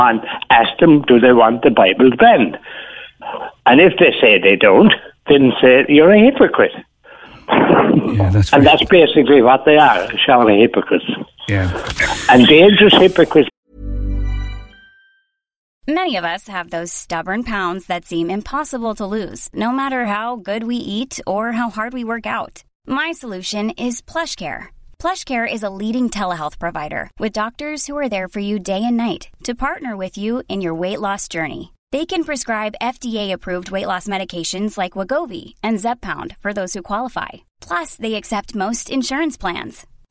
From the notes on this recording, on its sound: takes calls with listeners